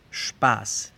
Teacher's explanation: es el mismo sonido que una doble S, es una S sin voz